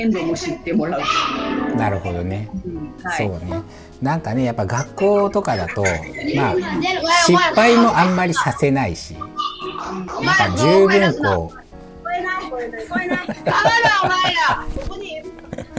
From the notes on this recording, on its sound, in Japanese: 今回は福岡にあるフリースクール「山ねこ」さんとオンラインでつないで、子どもたちがワイワイしている現場から実況中継的な形で収録を行った回になります。活動音や子どもたちの声も一緒に収録されているため少し聞きづらいところもあるかと思いますが。